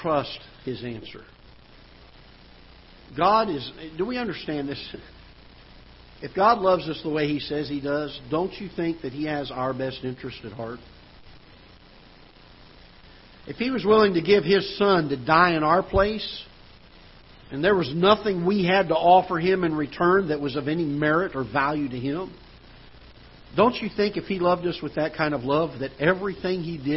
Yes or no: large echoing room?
yes